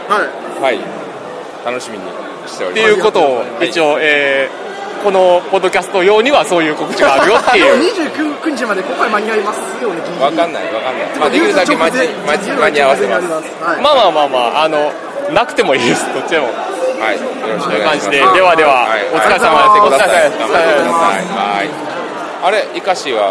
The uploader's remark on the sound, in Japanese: 第5回ボードゲームフリーマーケット in 新大阪｣に遊びに行ってきました！歩いて収録しました！